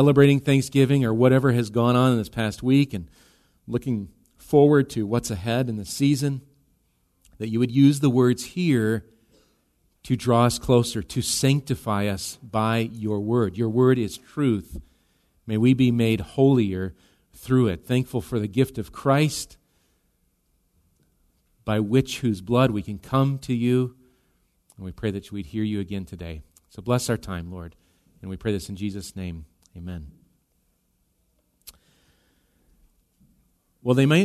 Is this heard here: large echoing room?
yes